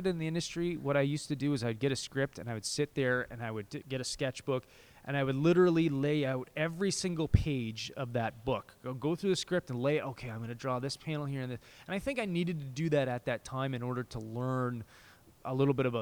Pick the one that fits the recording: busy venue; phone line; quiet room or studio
busy venue